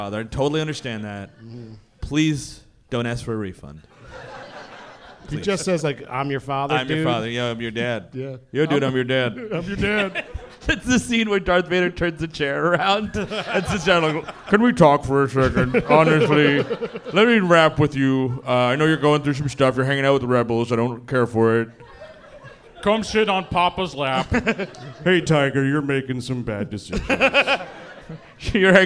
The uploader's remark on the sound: Live in Hollywood. Recorded during last year's fall tour, the gang kicked off the LA shows.